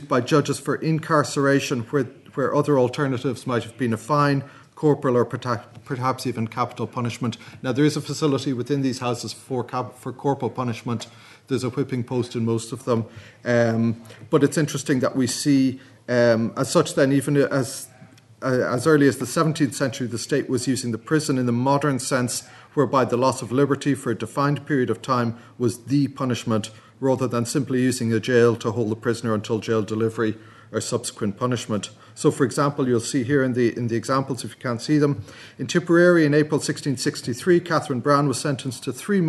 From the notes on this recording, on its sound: at the 2022 Tudor and Stuart Ireland Conference